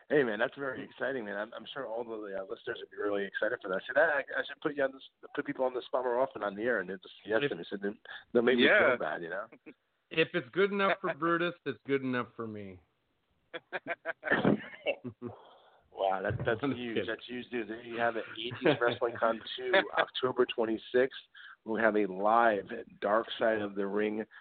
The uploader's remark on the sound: we take your calls LIVE!